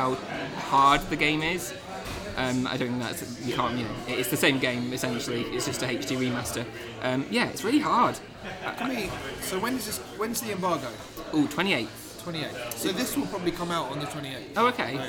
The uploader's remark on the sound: Meet up at LOADING gaming bar in Dalston for a press event, and decide to record a cheeky Express before going in. Being recorded in a pub, there's some background noise to contend.